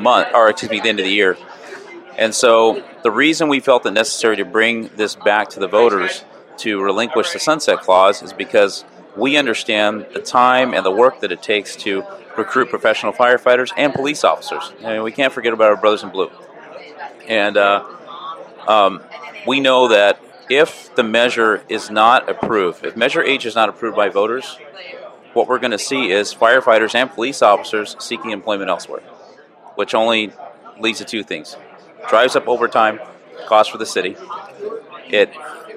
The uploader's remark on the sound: on location at the IAFF 10th District PEP event in San Francisco